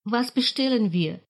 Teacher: в глаголе bestellen ударение падает на корень. Приставка «b» всегда безударна.